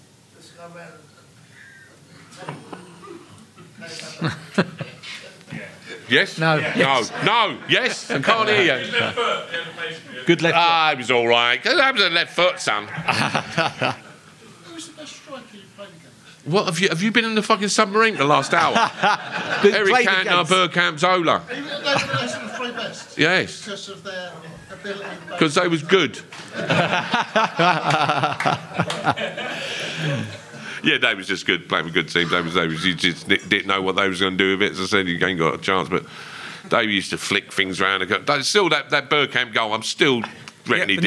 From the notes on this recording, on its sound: Spurs Show Live!